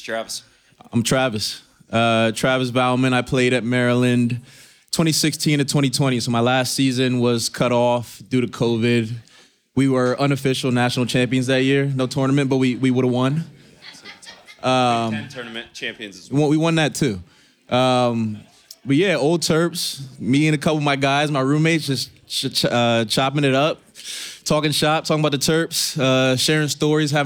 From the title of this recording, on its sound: LIVE FROM OVER UNDER